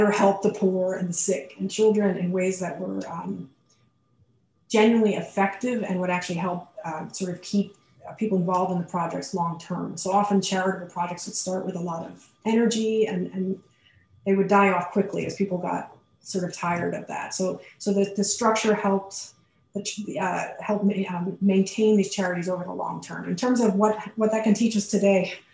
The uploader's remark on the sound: A webinar lecture.